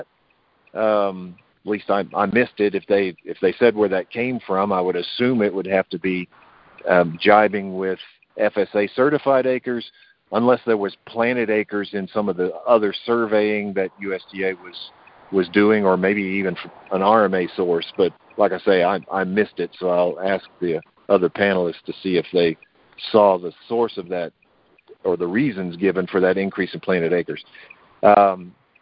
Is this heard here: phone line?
yes